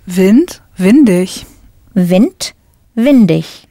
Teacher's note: Now for windy, just add an I-G. When you put an ending on Wind, the T sound at the end changes back to a D.